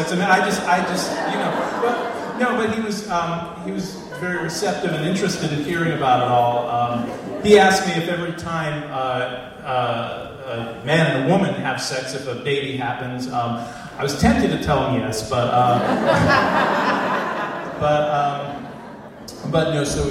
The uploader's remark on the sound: At the Alberta Abbey for live storytelling with Portland Story Theater.